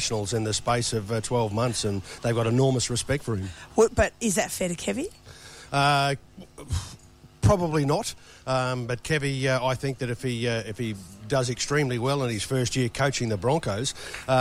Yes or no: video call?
no